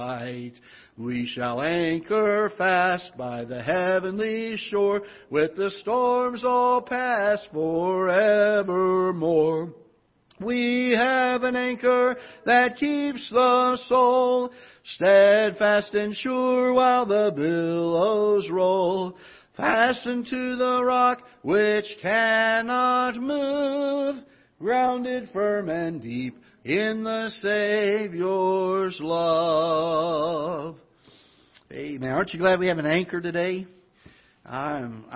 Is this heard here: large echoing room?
yes